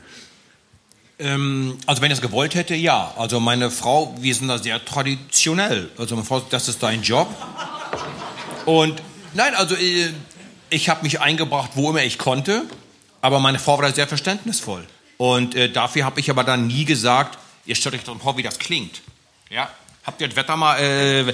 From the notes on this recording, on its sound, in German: Live Podcast aus Köln